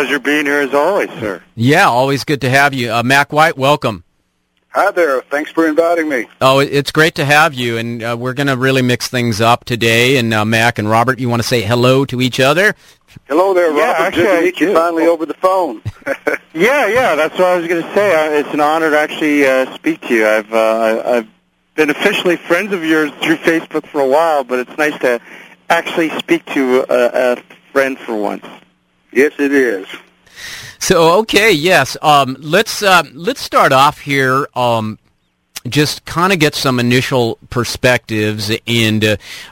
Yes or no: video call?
no